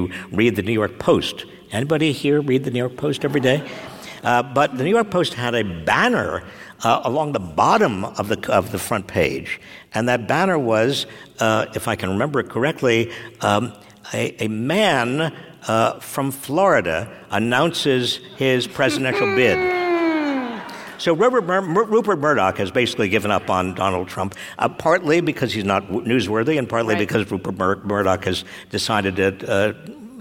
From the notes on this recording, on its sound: Today we share with you our discussion before a live audience at the San Francisco Arts and Lectures series.